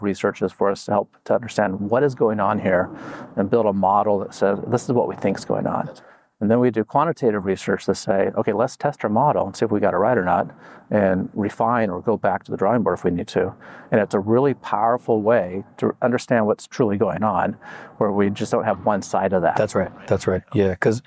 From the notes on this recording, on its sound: PDMA invited me to their conference to interview some of their speakers.